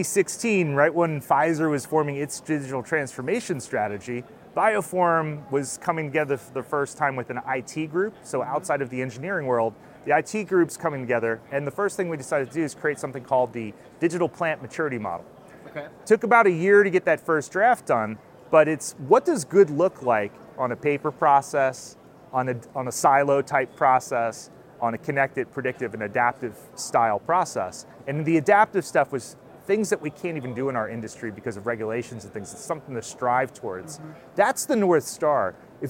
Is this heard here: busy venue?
yes